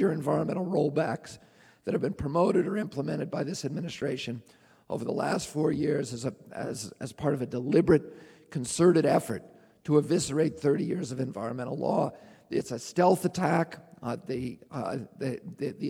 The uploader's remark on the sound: speaks at the Marin Civic Auditorium in San Rafael, CA on March 4, 2005